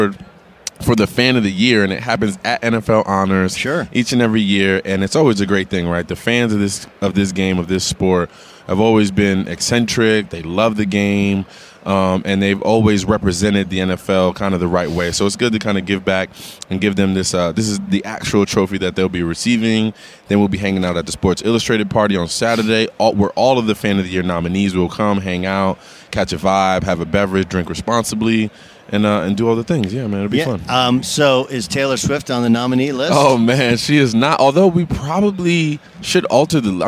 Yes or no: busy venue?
yes